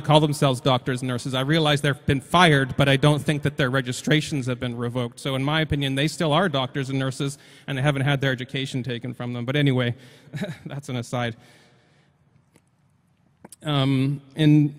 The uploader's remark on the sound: The audio is a speech I gave at our year-end wrapup.